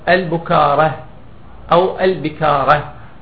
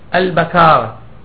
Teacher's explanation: والسبب أنه في المعاجم في الصحاح في لسان العرب، في المصباح، في القاموس، في التاج، في أقرب الموارد وردت البكارة ولم ترد البكارة أو البكارة. إذن الصواب أن يقال أن تلفظ هذه الكلمة بفتح الباء · Shown in: second take